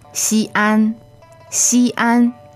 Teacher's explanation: Okay, Xi'an, two first tones.